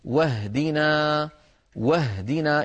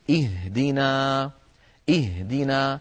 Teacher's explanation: انتقلنا من الواو إلى الهاء ولم نقل واهدنا، فالهمزة سقطت هنا لأنها صارت في وسط الكلام · Shown in: first take